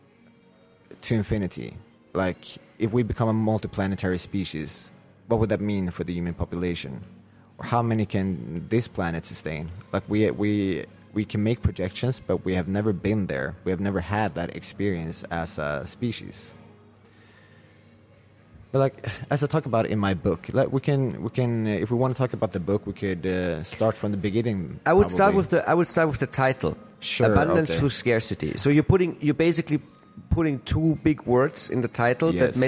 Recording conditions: busy venue